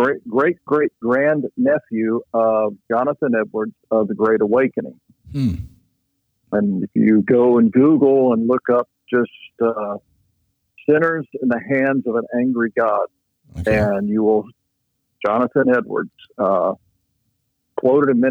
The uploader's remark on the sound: Location: The Millennium Beat, LLC Office (Phone Interview).